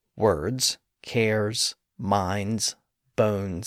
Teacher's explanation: Bullokar specifically wrote that the E was not pronounced in the plural suffix in words like words, cares, minds, bones